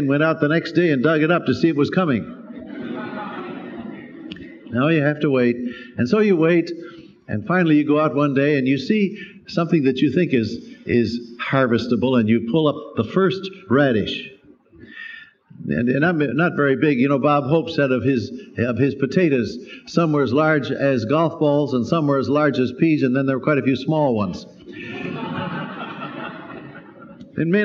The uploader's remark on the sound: Special Easter Sunday sermon, preached live by Dr. At Calvary Baptist Church, New York City.